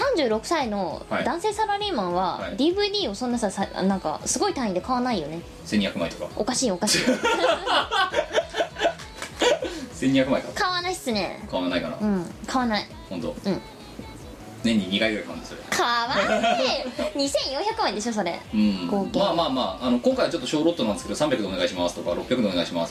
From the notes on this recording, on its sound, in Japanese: 機材の関係でノイズが多く入っております。